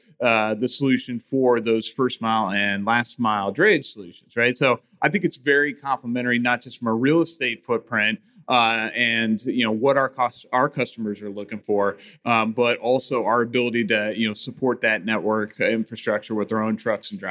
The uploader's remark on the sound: Fireside chat on day 2 of F3.